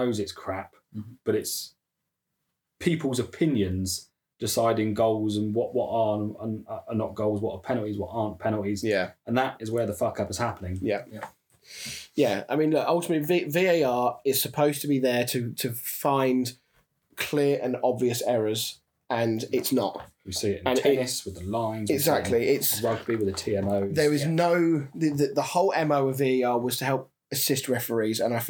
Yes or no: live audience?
no